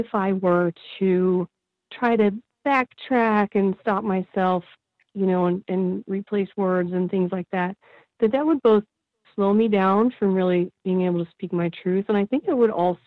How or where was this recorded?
phone line